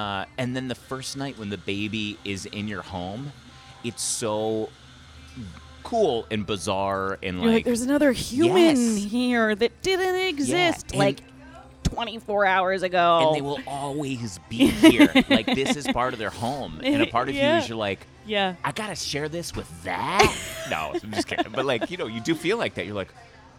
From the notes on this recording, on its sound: at le cafe coffee on Lexington Avenue between 55th and 56th in New York City